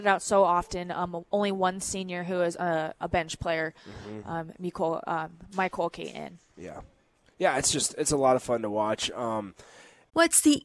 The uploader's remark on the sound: Live from the Upside Bar and Lounge